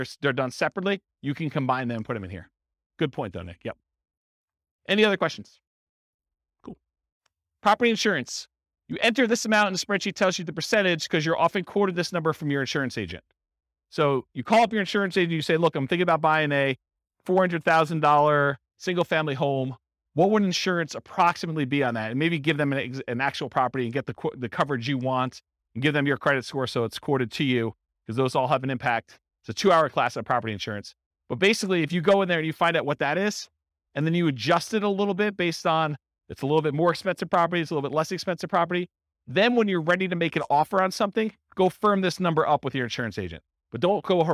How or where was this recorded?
live audience